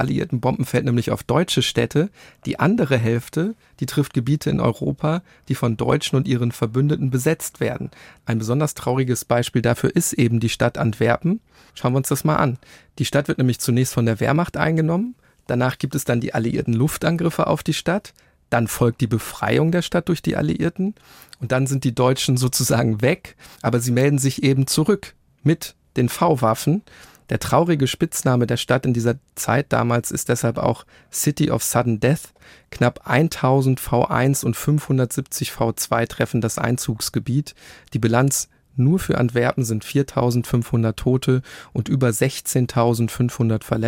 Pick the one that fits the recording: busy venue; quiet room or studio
quiet room or studio